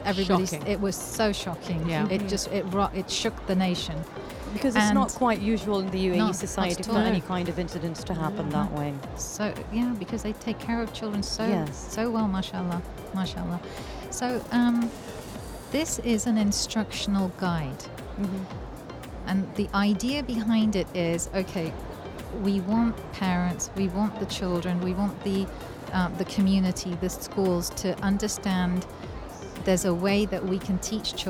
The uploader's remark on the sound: Live from SIBF 2023